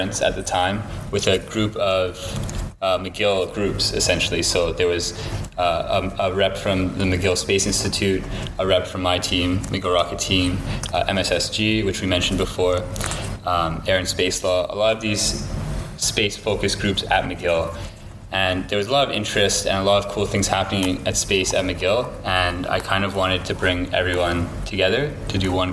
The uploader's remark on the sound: Recorded at the conference. The Montreal Space Symposium is a new conference that was conceived of and organized by students. Registration was free and they confirmed 400 registrations with approximately 300 attending the keynote.